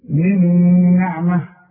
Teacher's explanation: كأنها نون واحدة مشددة. شوف من نعمة، ولا بد انك تغنها. · Term: إضغام